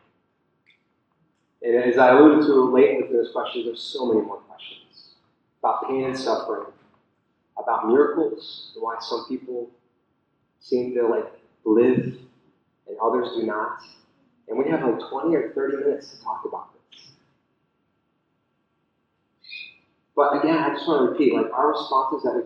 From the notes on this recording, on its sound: the audio is a bit spotty.